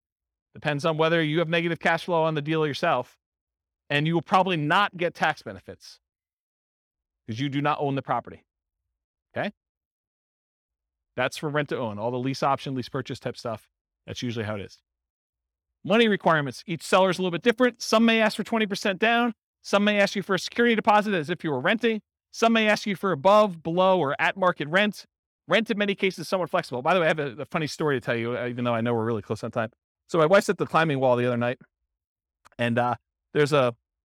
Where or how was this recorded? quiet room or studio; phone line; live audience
live audience